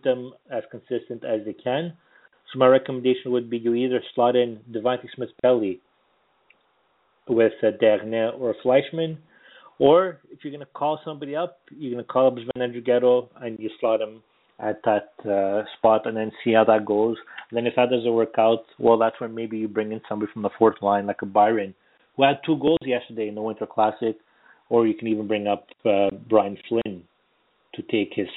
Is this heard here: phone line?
yes